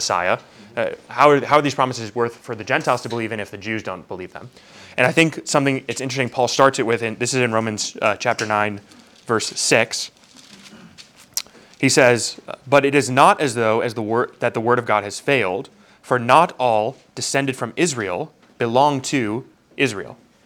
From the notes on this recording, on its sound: Q&A from our Discipleship Night